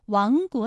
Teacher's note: 亡国的亡字，它也是一个后鼻音，韵母是 ang